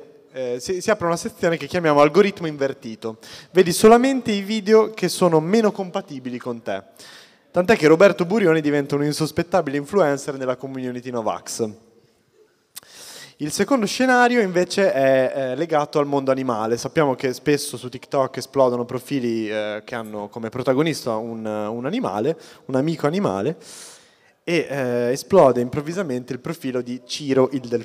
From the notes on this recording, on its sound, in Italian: Abbiamo anche perso una ventina di minuti di registrazione (eravamo live a Bologna, il bello della diretta).